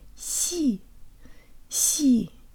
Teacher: the ya sounds like an e because it's not stressed. Move your tongue high and forward in your mouth to pronounce this syllable.